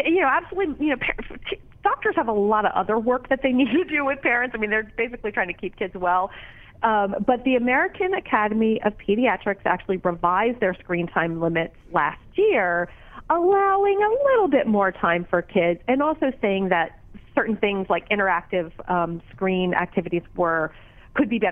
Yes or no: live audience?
no